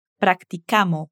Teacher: Y la S al final de practicamos, ella no la pronuncia.